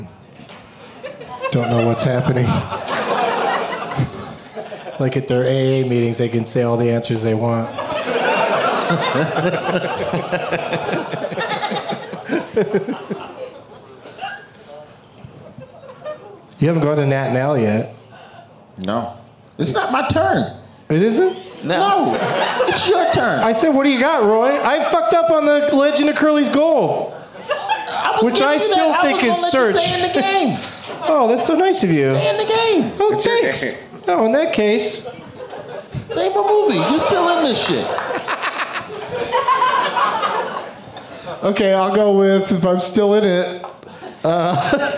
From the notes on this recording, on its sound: Live from The Improv as part of the DVE Comedy Festival in Pittsburgh